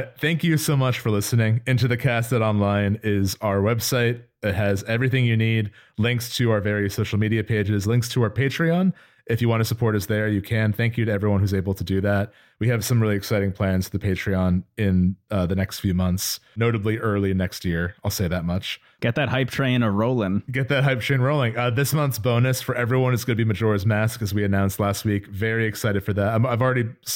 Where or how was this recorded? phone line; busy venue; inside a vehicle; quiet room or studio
quiet room or studio